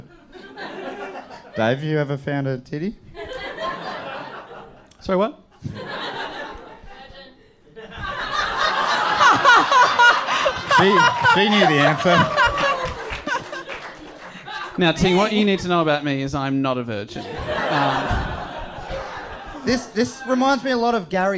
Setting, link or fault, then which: setting, live audience